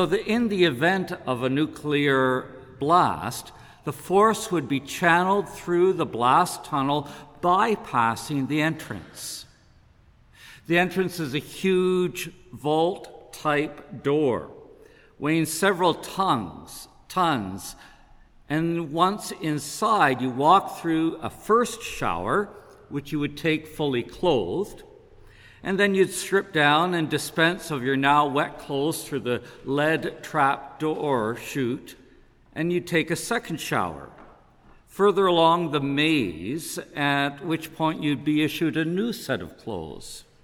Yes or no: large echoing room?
yes